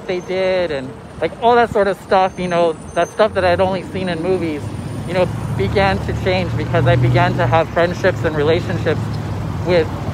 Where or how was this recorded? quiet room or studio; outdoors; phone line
outdoors